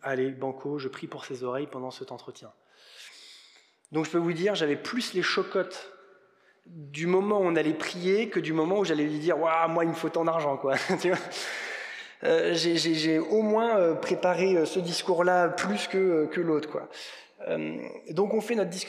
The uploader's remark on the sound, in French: Enregistré à l'église CVV, le 17/04/2022